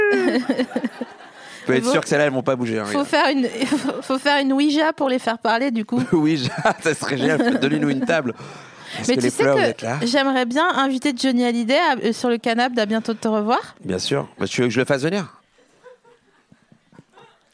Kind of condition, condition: setting, busy venue